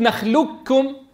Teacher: لو قلت نخلقكم القاف أدغمت إدغاما كاملا، ما عاد في صوت استعلاء